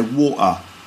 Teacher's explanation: in London, you get the glottal stop, which is where they don't pronounce the T. So in the word water, someone with a sort of strong London accent would say water.